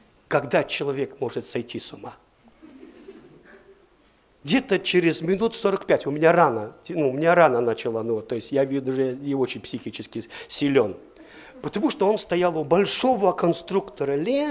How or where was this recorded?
large echoing room